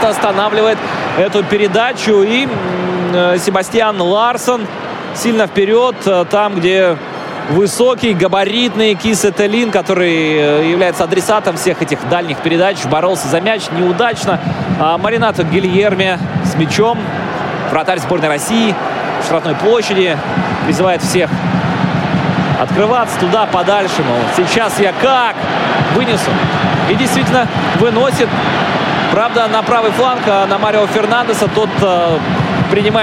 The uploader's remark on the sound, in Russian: Аудиозапись прямой трансляции матча сборных команд России и Швеции в рамках 3-го тура группового этапа Лиги наций с тифлокомментарием. Игра на стадионе «Калининград» сопровождалась тифлокомментарием, который транслировался в прямом эфире «Радио ВОС». Запись прямого эфира.